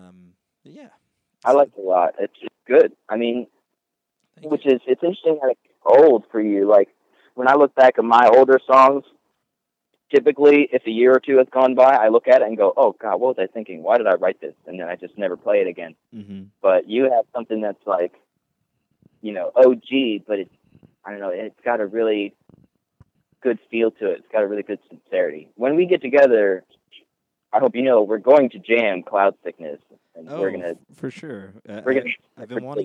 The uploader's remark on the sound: We had a chat on the phone a few days ago and caught up